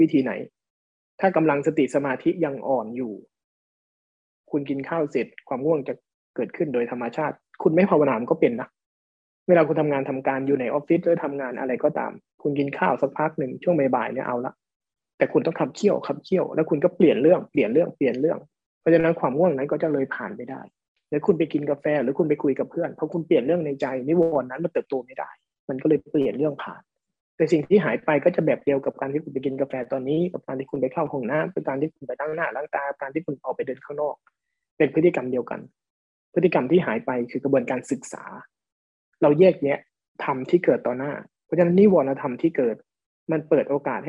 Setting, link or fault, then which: link, video call